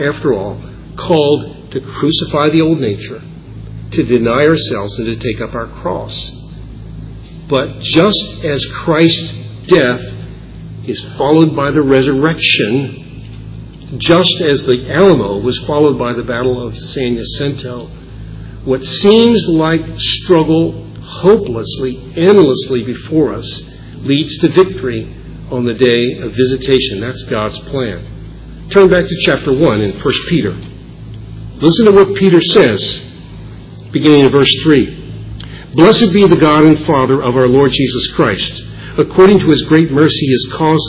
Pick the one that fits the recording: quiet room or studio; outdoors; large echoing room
large echoing room